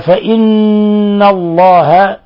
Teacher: نون مشددة تغن مقدار حركتين